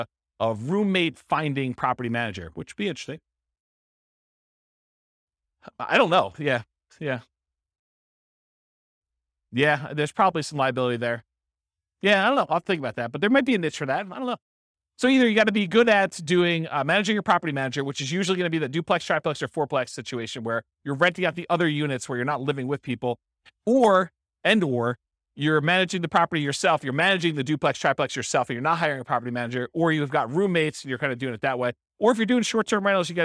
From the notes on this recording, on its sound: This was a live class recorded